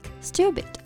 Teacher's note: 这里的字母 T 跟在字母的 S 后面会有一个不送气的啊，这么一个发音，我们读成类似于 the 的这个发音哈，嗯。stupid 就是一个很基本的，用来形容人很笨呀、很傻的这么一个单词。哎，对，比如有些小男孩小女孩谈恋爱的时候，恋爱脑，傻到分不清好坏了。Some people are too stupid toMm-hmm。realize what's bad forthem。Mm-hmm，yeah, but